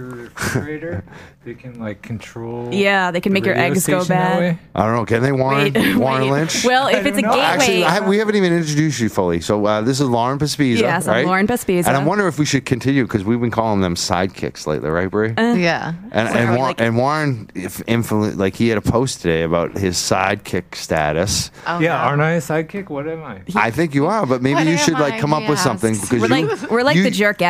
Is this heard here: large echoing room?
no